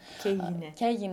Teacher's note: we have again the palatalization of kappa, which becomes a lowercase c for diction purposes. And then we have for the gamma, we have the squiggly line for the J glide, because it's an actual consonant and then it's followed by a vowel that we want to preserve.